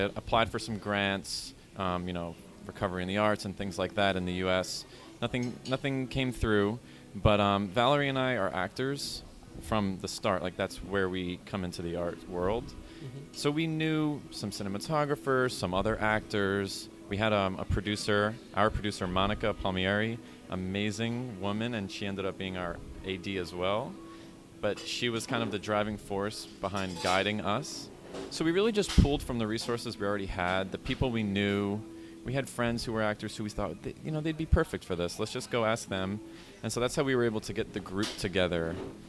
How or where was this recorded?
busy venue